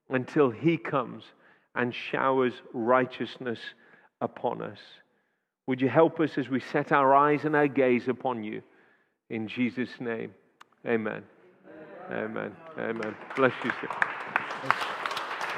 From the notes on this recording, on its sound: Audio recording taken from Kent Prayer Quake 2021 - Day One, Session Three